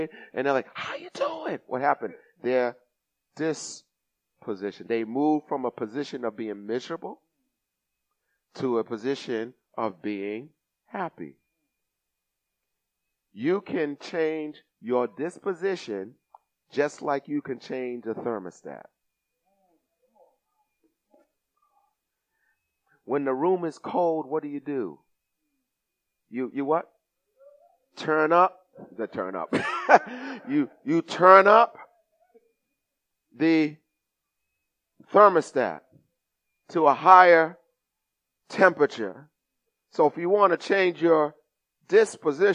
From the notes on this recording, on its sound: Recorded at the 08:30am service